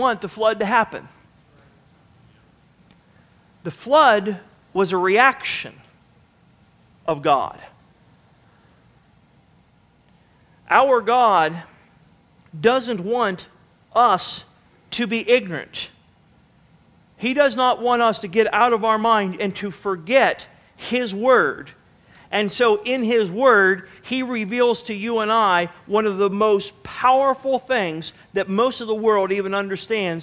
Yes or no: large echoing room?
yes